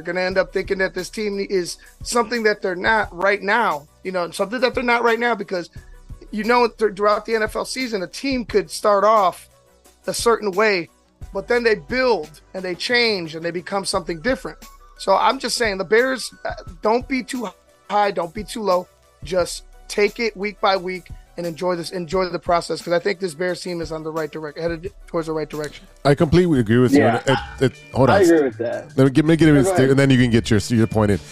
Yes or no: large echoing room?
no